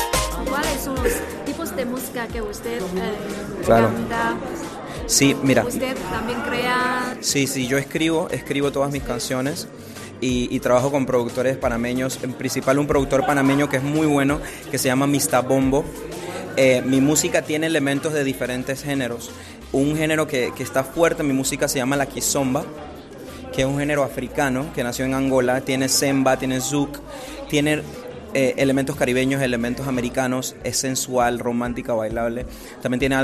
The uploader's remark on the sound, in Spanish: En una exposición de pinturas en Beijing. Radio Internacional de China en español hizo una entrevista exclusiva con él.